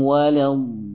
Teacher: diberikan nabr di situ agar nampak ya bahwasanya lam adalah huruf yang bertasydid · Term: hentakan suara